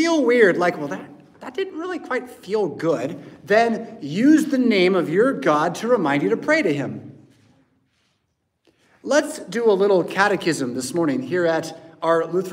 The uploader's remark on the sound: Preached at St Paul Lutheran Church , Rockford, Illinois on February 4th, 2024.